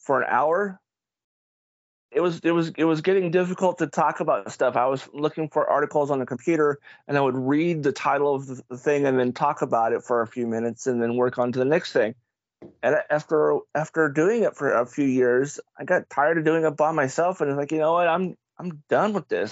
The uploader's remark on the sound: skype call turned into podcast episode